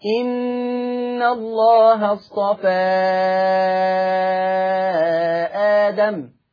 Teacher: هذا المد مد منفصل. منفصل في حفص عن عاصم يقرأ بمقدار 4 حركات. عند ورش يقرأ بمقدار 6 حركات